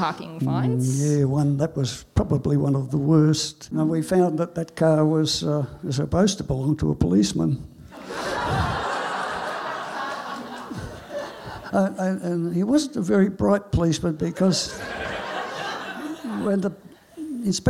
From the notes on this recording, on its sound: SPUN: True Stories Told in the Territory is a live storytelling event that showcases some of the extraordinary people and stories that make up the Northern Territory. Popping up at different venues across Darwin, working with a range of partner organisations with a different theme each time, SPUN brings to light stories from diverse backgrounds.